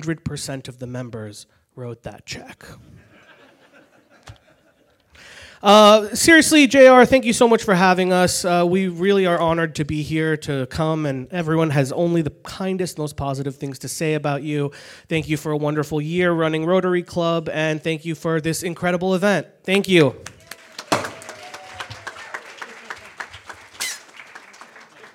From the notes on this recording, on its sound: The live recording from the Roast.